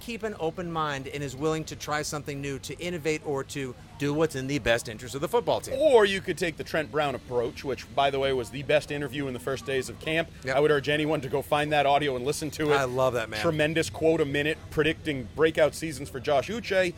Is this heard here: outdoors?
yes